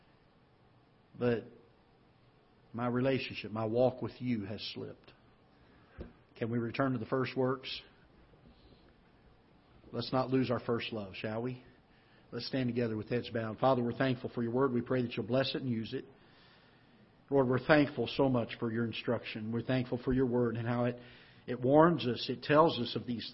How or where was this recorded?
large echoing room